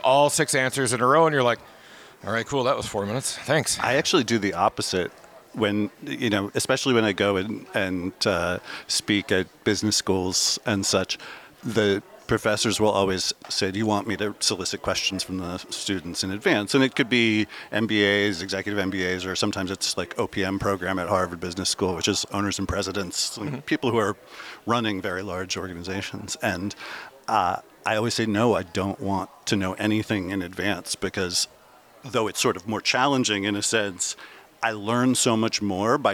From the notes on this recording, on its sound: Recorded live at Advertising Week New York 2023.